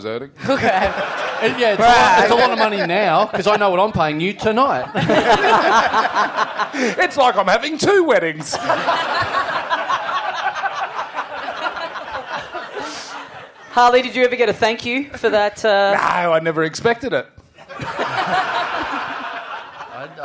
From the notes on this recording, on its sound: Live! We have technical difficulties at a live show.